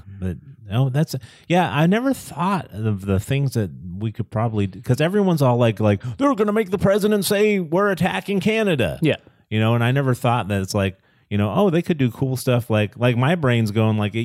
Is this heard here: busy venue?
no